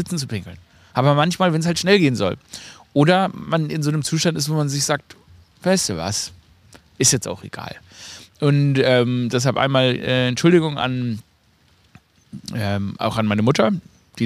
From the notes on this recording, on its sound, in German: Live aus dem Garten. Für die winterliche Atmosphäre wurde dieses Episode bei 2 Grad Celcius Außentemperatur im Garten aufgenommen.